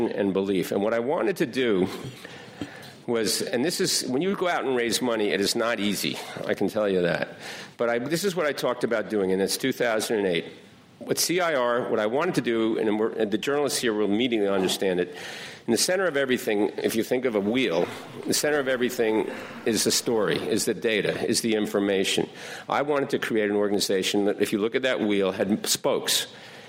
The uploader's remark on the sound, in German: Diese Aufnahme entstand bei "Formate des Politischen" - Die Konferenz für Journalisten, Politiker & Bürger im Haus der BPK